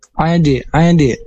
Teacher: Ada qalqalah karena ada huruf dal yang mati dan harus dipantulkan